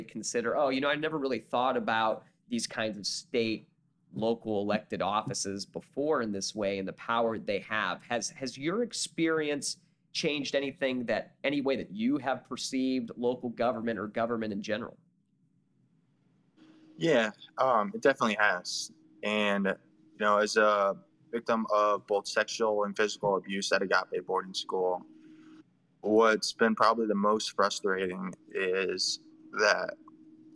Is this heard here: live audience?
no